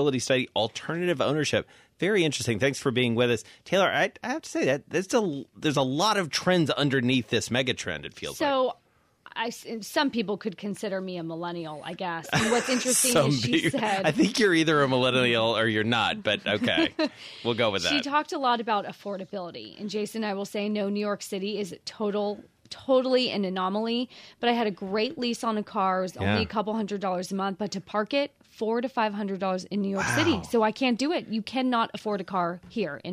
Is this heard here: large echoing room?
no